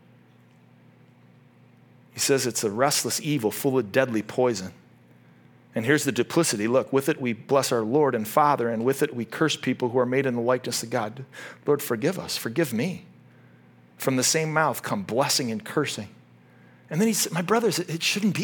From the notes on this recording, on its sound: This message was originally preached at Highpoint Church on Sunday, July 30, 2023